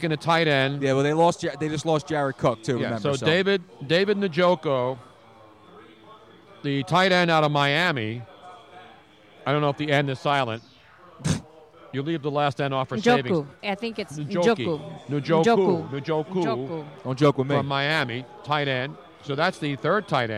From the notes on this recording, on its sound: We were LIVE from the #NFLDraft2017 Philadelphia for 6 HOURS. LIVE from the Draft Headquarters in Philadelphia.